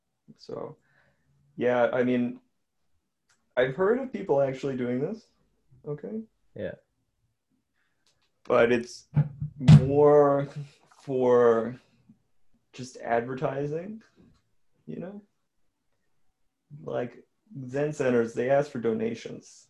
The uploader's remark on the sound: Zoom call.